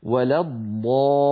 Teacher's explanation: فاللام في ولا جاورت الضاد المفخمة، فلعلها تتأثر بها فينطقها القارئ خطأ ولا الضالين ولا الضالين، هذا لا يصح أبدا، بل عليه أن يقول ولا الضالين.